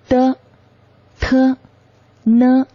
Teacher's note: 舌尖中音呢就是舌尖与上齿龈接触，阻塞气流而形成的音。它与舌尖前音唯一不同的就是舌尖是与上齿龈接触的，那么舌尖前音呢它是与上齿背接触的，这是区别。阻塞气流形成的舌尖中音有的、特、呢